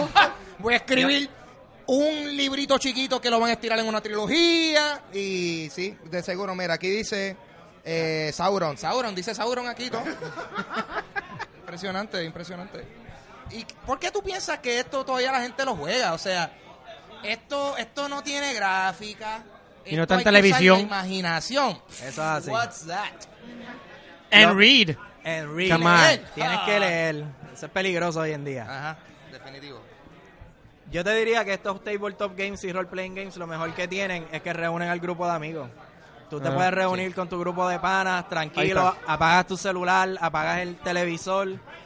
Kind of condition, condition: setting, live audience